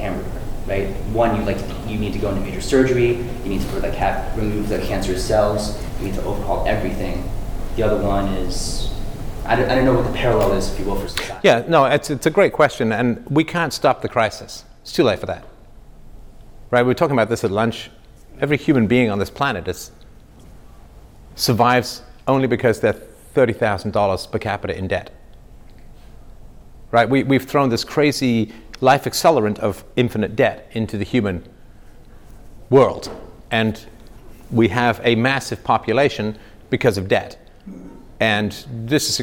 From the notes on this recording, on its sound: This is an exclusive live 2 hour workshop filmed in Orlando Florida by 21 Studios at The 21 Convention World Event.